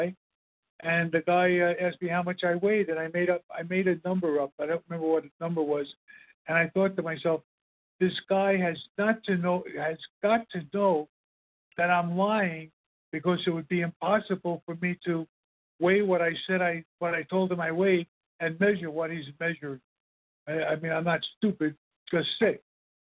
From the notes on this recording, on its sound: 100 Pounders Phone Meeting